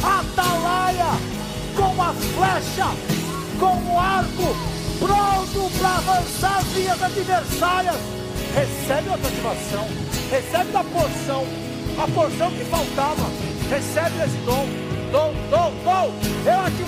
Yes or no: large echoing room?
yes